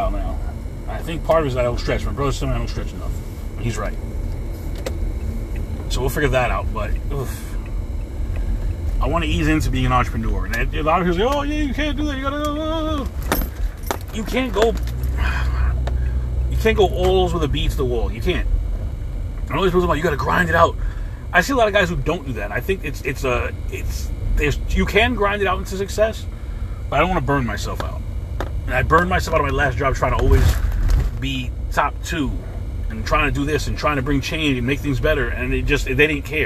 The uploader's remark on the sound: In this CarCast